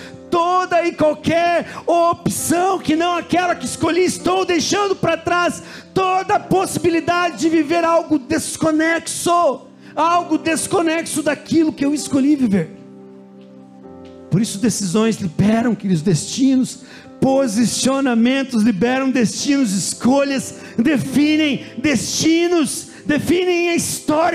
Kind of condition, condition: setting, large echoing room